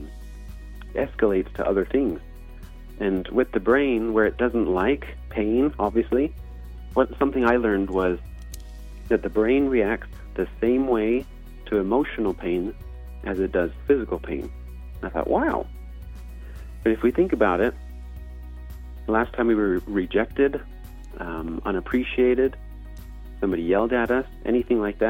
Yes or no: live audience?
no